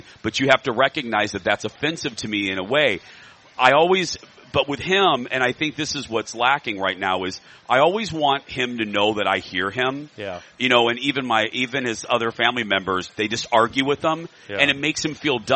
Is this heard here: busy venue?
yes